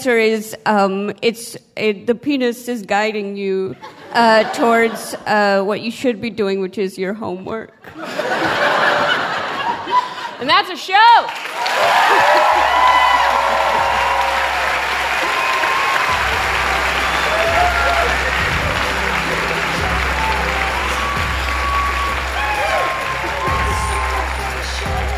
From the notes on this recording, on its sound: An edited down version of a Gonads Live show. "Sex Ed" is an edited* recording of a live event hosted by Radiolab at the Skirball Center in New York City on May 16, 2018.